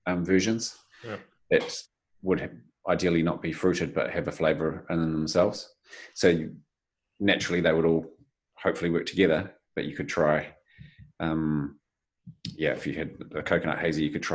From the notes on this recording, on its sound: Urbanaut Brewery joins us in the online zoom room.